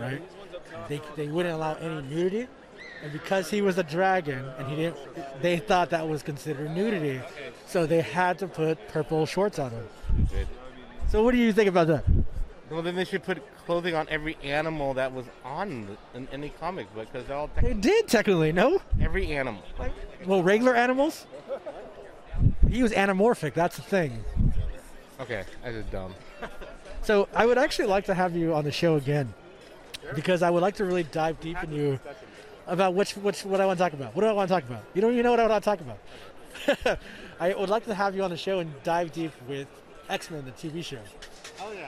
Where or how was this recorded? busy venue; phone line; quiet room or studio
busy venue